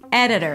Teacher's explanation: Primary stress on the first syllable. This is where you go high in pitch. · IPA: ˈedəɾəɹ